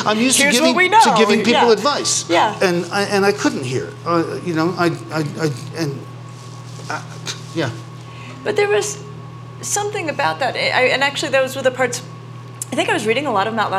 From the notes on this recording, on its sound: Interview each other about their books at the 2023 Aspen Ideas Festival and take questions from the audience.